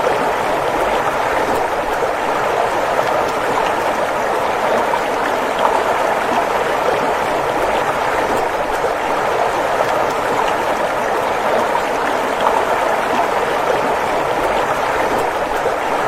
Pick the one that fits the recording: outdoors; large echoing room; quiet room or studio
outdoors